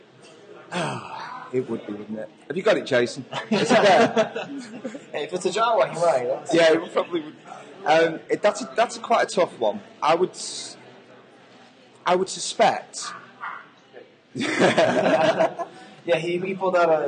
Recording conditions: live audience